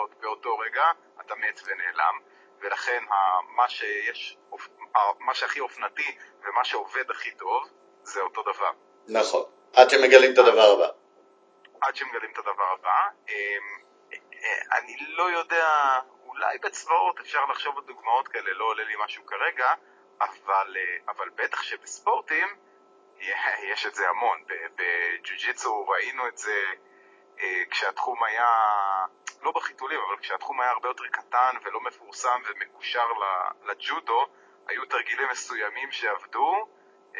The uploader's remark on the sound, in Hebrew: מאילוצי זמן הקלטנו פרק קצר בלי להיפגש - איכות הסאונד, כרגיל, לא משהו.